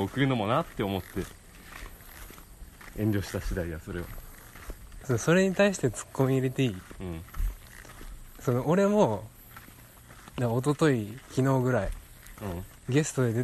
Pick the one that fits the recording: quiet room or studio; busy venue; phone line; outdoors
outdoors